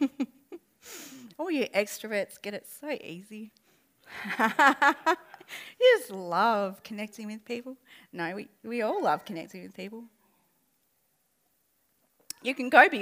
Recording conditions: live audience